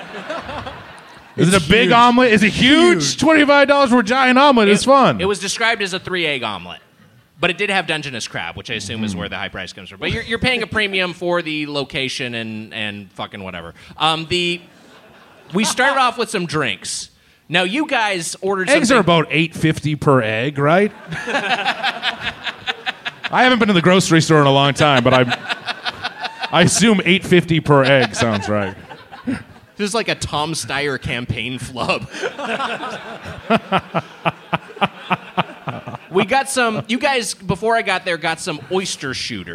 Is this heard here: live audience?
yes